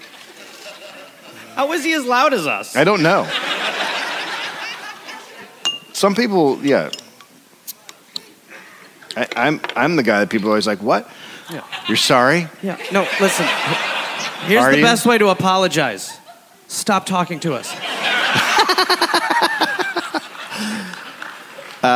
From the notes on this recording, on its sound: Recorded live in Amsterdam.